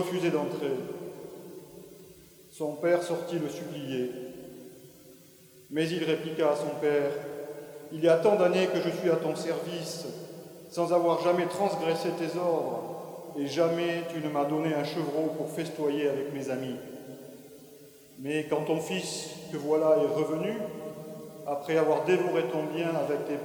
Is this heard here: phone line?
no